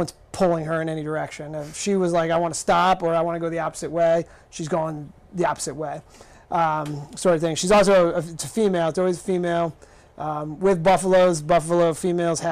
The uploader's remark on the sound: live at their West Kingston brewery